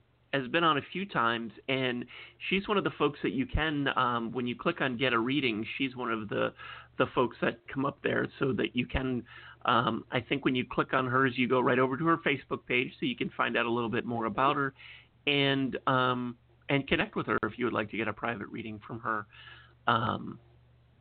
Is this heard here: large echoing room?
no